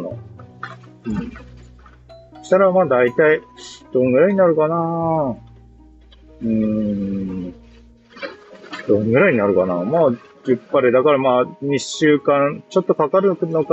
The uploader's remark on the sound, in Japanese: 元朝詣りからの帰りにイヤホンで収録しました。